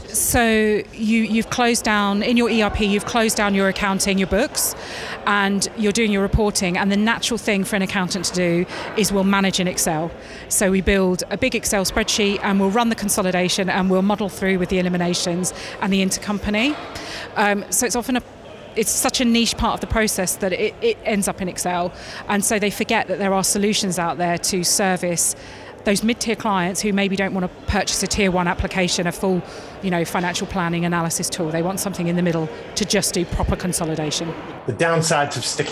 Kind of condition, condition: setting, busy venue